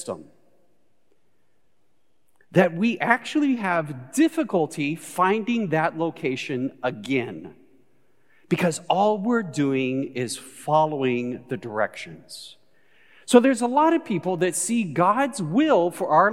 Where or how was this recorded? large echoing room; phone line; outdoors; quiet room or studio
large echoing room